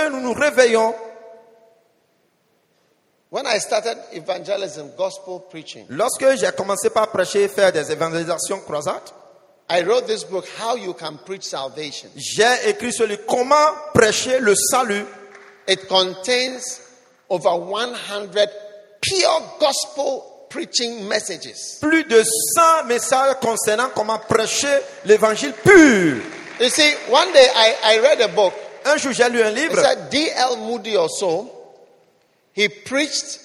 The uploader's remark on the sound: Preached at the iPlus40 conference, Pleasant Place Church, Accra.